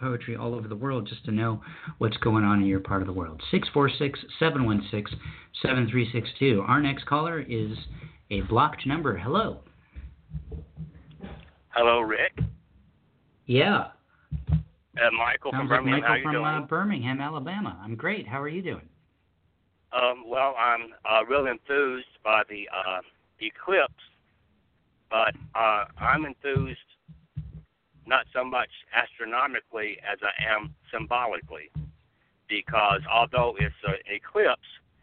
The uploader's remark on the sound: who called in to share poems today